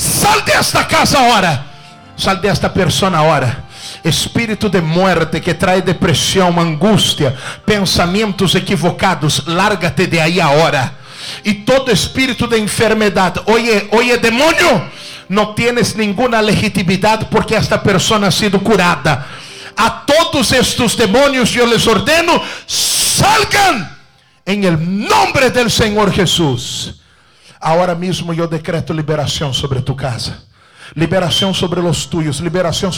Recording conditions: large echoing room